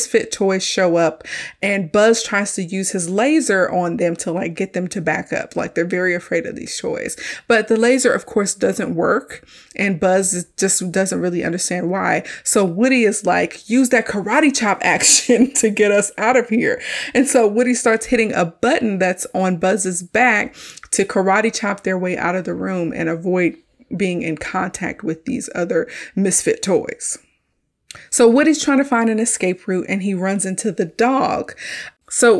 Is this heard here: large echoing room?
no